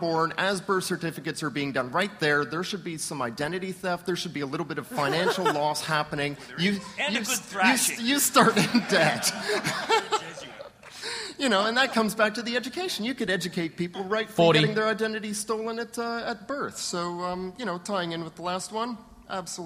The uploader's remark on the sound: What you're about to hear is the speed debating panel from AusCERT's 2010 conference.